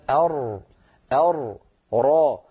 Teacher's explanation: الراء من طرف اللسان مع ما يحاذيه من الحنك الأعلى، هذا المخرج.